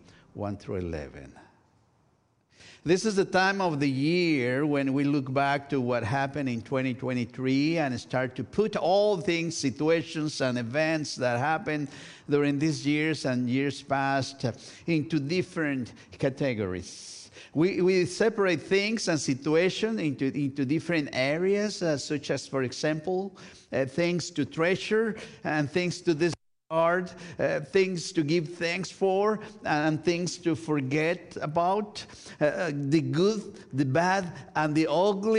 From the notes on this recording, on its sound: This week's service, recorded live on December 31, 2023. We are located at 12550 Van Nuys Blvd.